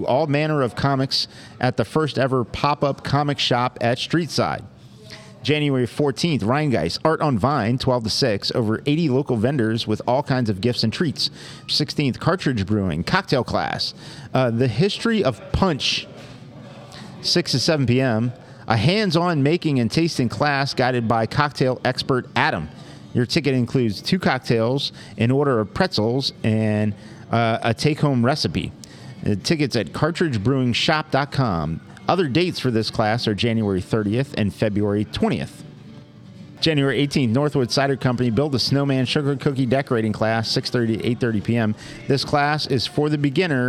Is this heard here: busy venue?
yes